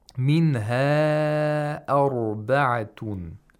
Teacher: Sheikh Sha'ban Abdulaziz Sayyad lengthens this mat to four vowel counts, or we could say five vowel counts. · Term: Disjunct lengthening